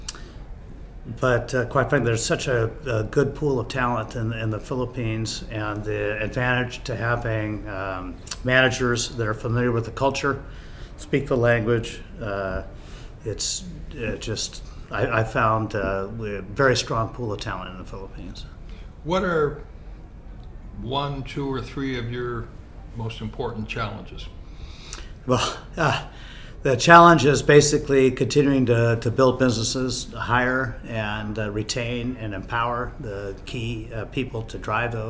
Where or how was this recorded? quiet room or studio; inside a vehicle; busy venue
busy venue